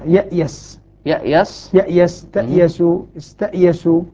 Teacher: يقلب الياء إلى موضع الهمزة